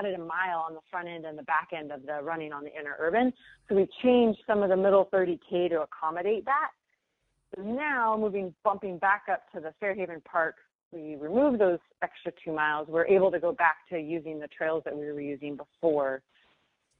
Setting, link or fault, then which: link, phone line